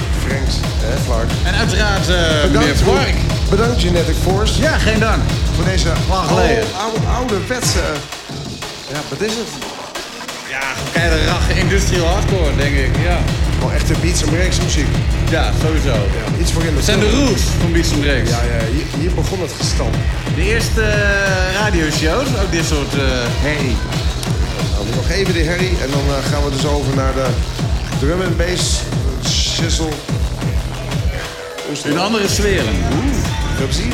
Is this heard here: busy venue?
yes